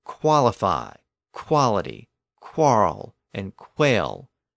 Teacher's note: they came close to an initial W sound, but it had that K sound before it